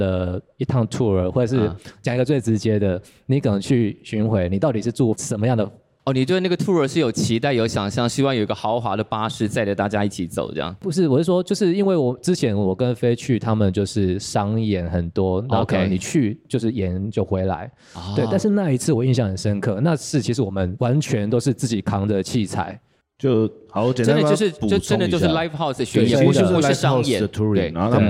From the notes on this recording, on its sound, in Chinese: 本集我們來到金音創作獎的 亞洲音樂大賞｜Live Talk：從零開始－演出製作面面談！